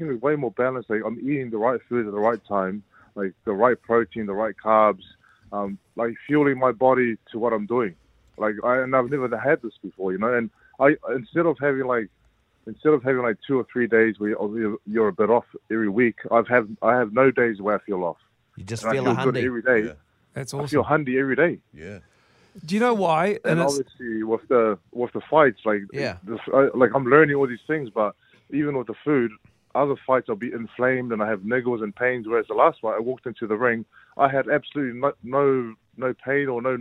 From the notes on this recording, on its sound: Today we were joined on the phone. In Melbourne.